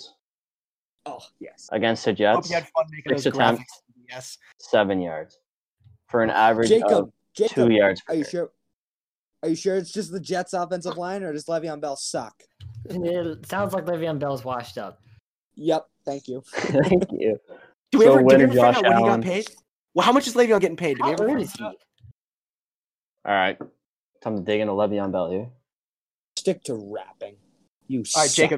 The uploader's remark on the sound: Apolgies for the poor mic quality